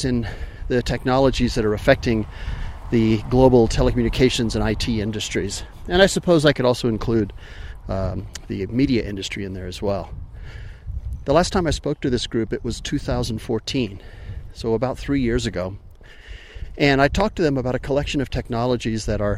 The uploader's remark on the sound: All while hiking in the high country of New Mexico. Sorry for being breathless!